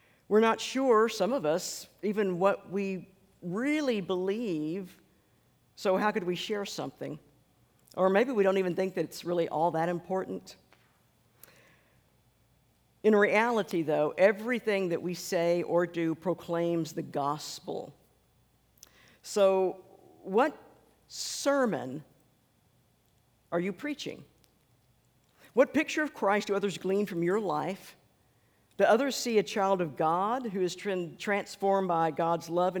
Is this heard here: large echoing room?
yes